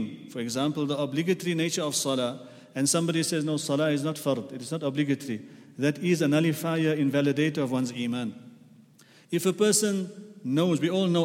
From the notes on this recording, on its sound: At The Houghton Masjid (West Street).